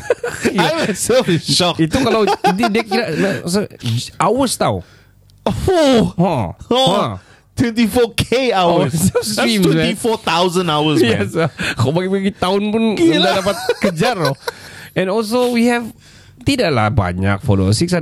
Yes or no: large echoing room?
no